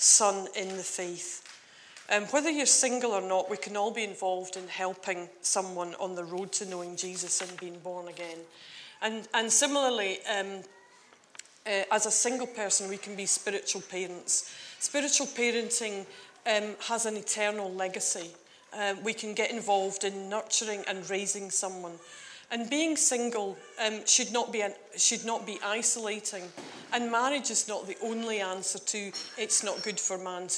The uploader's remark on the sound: on 30th June 2019 at King's Church, Cockermouth